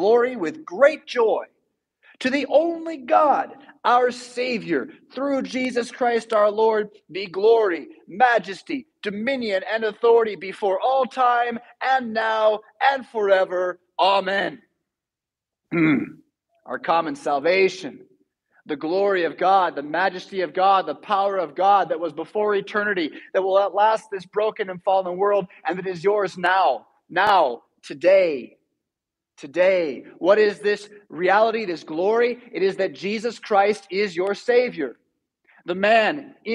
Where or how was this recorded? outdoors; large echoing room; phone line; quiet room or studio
large echoing room